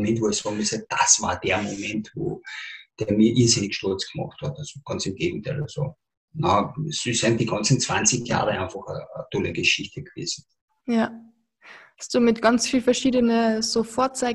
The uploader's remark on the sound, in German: Im Zoom-Interview.